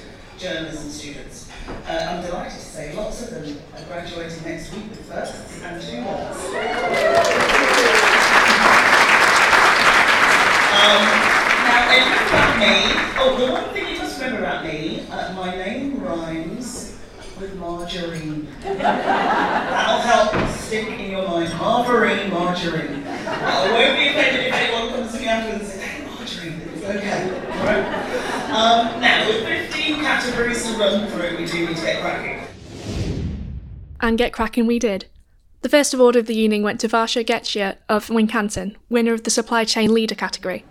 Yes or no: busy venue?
yes